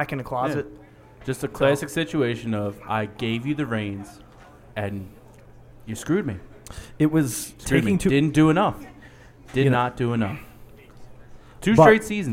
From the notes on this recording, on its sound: LIVE from Celtic Halloween at Thomas Murphys Pub